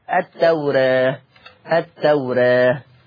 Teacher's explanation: يبقى ما قلتش التوراة بالفتح، التوراة التوراة، هكذا. يبقى لفظ التوراة مقلل قولا واحدا